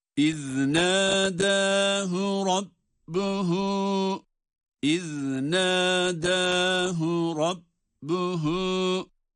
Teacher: Ama Rabbuhu derken buradaki zamir olan ha uzatılıyor.